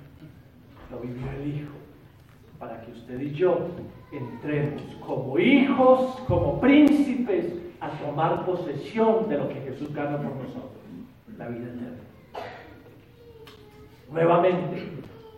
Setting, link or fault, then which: setting, large echoing room